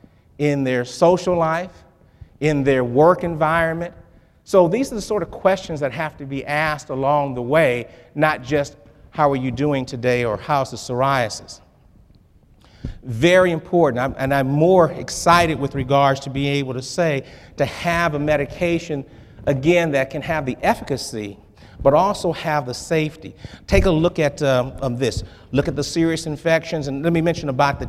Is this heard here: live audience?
yes